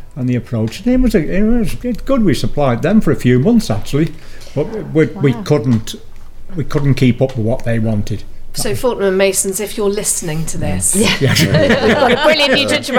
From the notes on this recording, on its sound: Set in the Joule's Brewery Market Drayton